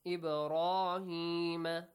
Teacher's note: Pronounce the letter ba with a qalqala, with an echoing sound.